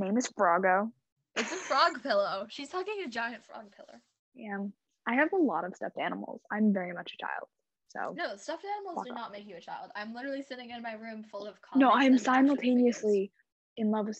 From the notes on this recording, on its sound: sorry about my audio!!!